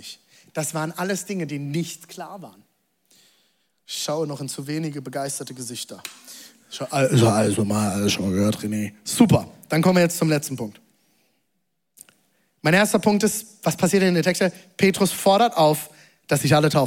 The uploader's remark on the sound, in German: Zeal Church Leipzig. Audiomitschnitt der Predigt.